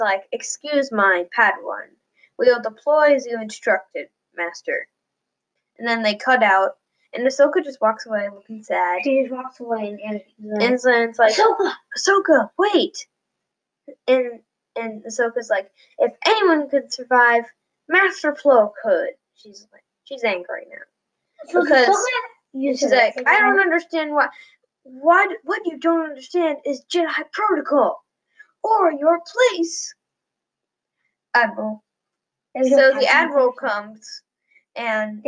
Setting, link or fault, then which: fault, poor sound quality